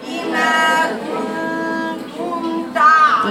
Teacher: اللي بيحصل النون والميم، اللي بيحصل هي من اول الكاف بتستعد للغنة، بتقول كن كن كن تم تم تو، بقيت من المناخير. خلي التاء خالصة والكاف خالصة، والنون بقى اللي هي فيها اصل غنة موجود